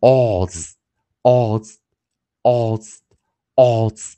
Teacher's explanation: a u se 的时候，你可以发现这个 s 浊化了。浊化了哦，所以它念日，我们念 oz，oz，oz，oz，所以有时候 s 一会念出日这个音，oz，oz，oz。